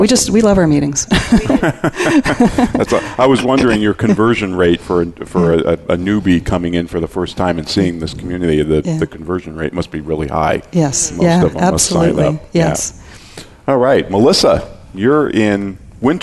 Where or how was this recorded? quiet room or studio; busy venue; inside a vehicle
busy venue